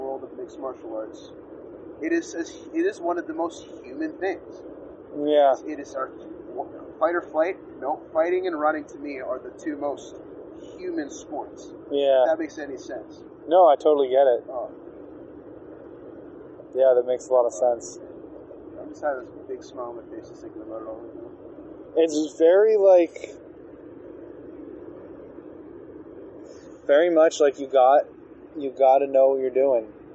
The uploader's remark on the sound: This episode was also filmed outdoors so the audio quality isn't great after I did some cleaning up.